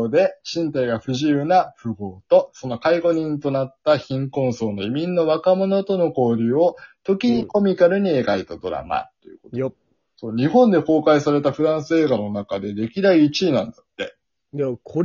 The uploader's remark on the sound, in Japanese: 今回もリモート収録でお届け！台本をまる読みで後半息切れしてますがご容赦ください！笑い声あり。